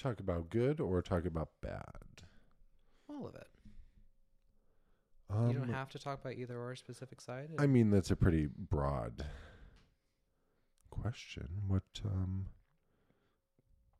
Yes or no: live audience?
no